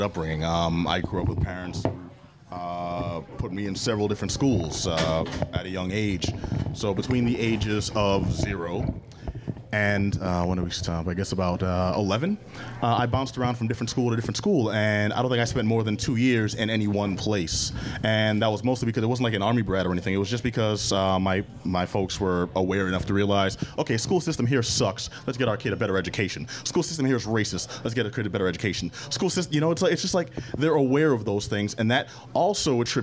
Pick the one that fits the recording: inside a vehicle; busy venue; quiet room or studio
busy venue